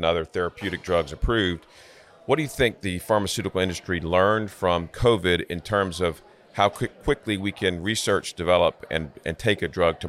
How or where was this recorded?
busy venue